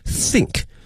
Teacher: 这个思考或想某件事情的话是 think，是这个 think，需要一个咬住上下齿的这么一个发音